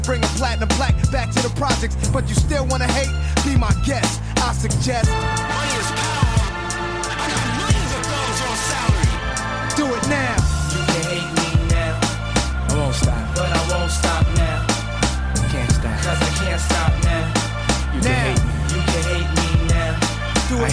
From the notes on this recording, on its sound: LIVE FROM 1ST IMPRESSIONS BARBERSHOP